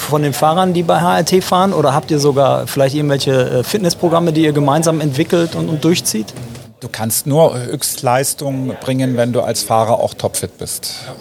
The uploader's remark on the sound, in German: Live von der Rennstrecke!